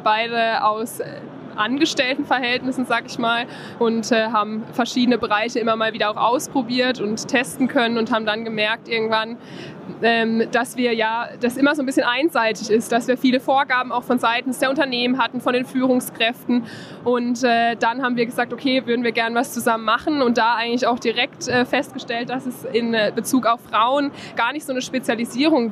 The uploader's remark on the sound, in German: aufgezeichnet auf der diesjährigen DKM